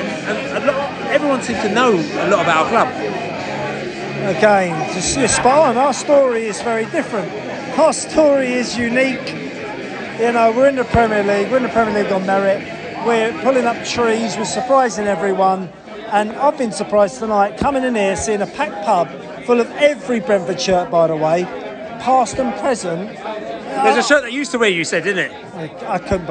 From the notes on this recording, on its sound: at the Brentford get-together in Venice just outside Washington